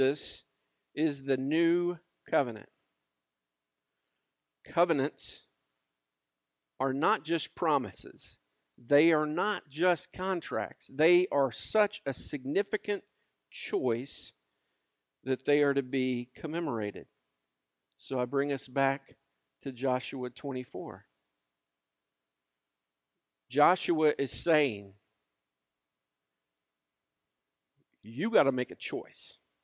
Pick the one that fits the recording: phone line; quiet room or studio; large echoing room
large echoing room